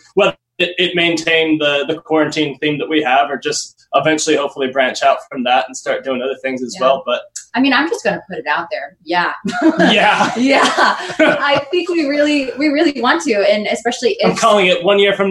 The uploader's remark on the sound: joined me via Zoom